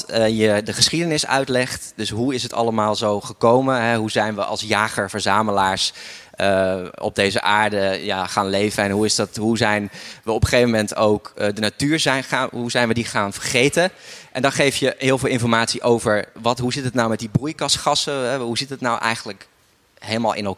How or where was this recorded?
busy venue